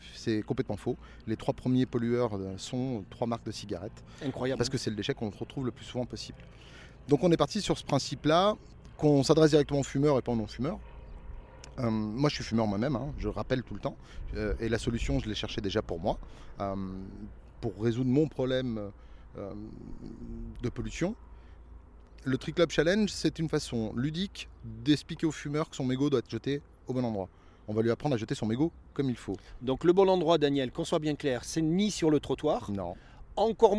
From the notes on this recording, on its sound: Live from FC Annecy. Nous a donné RDV au centre du terrain du FC Annecy.